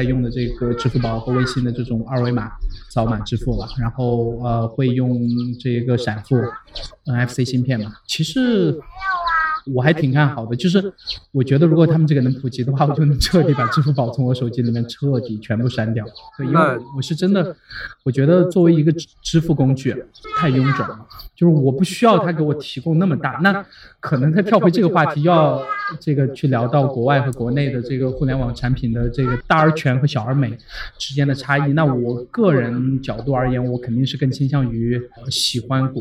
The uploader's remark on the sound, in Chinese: 这是与《比特新声》在公共绿地区域进行的一次无明确固定主题的串台聊天特别节目。虽然周围来自幼儿与麻雀的杂音和室外录制造成的音质下降也许会对收听者造成负担，但这样的环境却令对话者非常放松，口无遮拦。